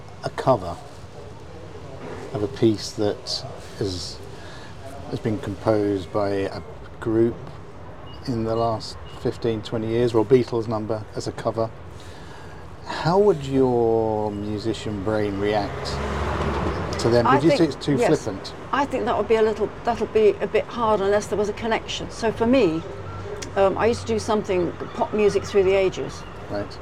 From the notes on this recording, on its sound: sitting outside the coffee shop in the seaside town of Hove in Southern England